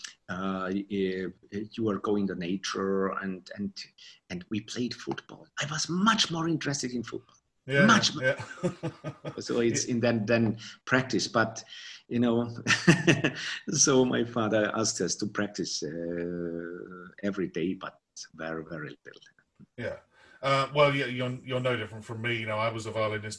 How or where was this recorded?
video call